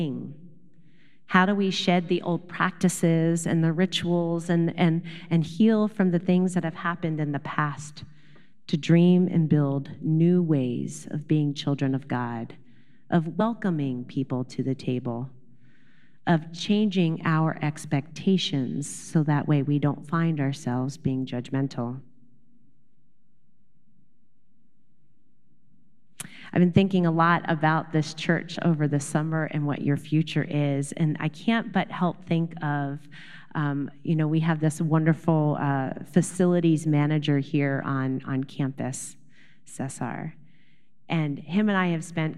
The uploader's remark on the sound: Recorded live at Beatitudes Church in Phoenix, AZ.